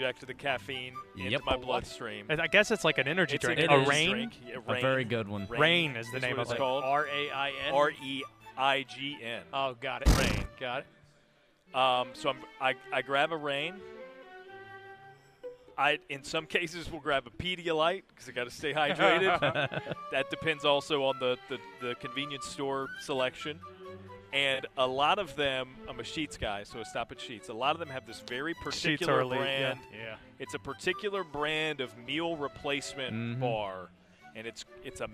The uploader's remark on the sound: live from ACC Kickoff in Charlotte